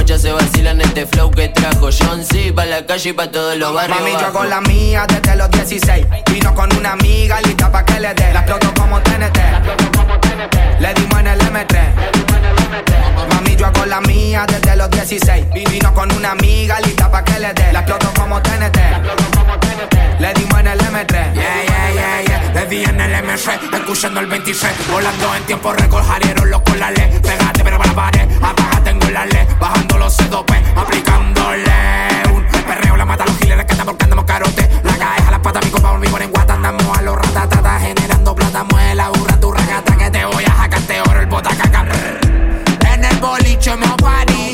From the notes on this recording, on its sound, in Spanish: Grabado en vivo el 21/10/22 en la Rangos X Pagajosa, La Plata, Argentina.